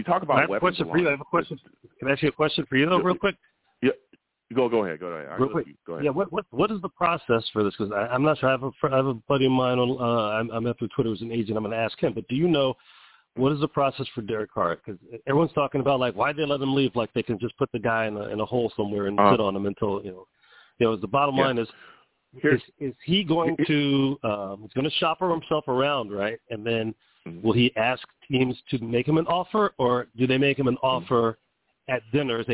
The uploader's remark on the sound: I take live callers!